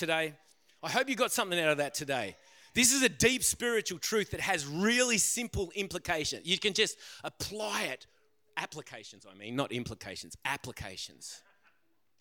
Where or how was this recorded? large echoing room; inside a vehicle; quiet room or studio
large echoing room